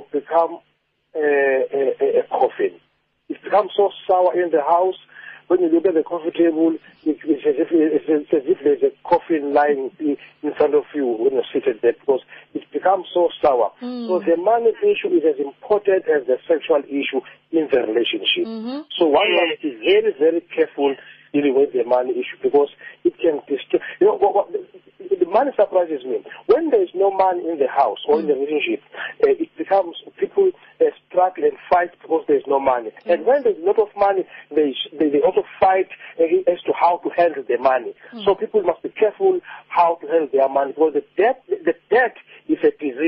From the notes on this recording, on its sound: Guest (phone)